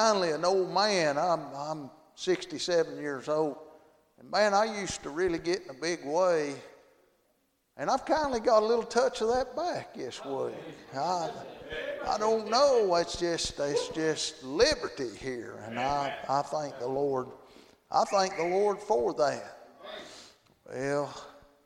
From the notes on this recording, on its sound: Friday Evening service at Calvary Baptist.